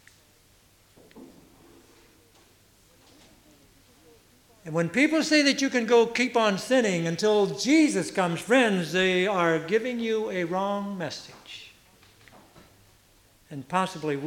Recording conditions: large echoing room